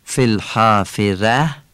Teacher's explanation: کسره های هر دو ف مثل ای ولی کوتاه تلفظ میشه، فلحافره. ته گردم که تبدیل به ه میشه.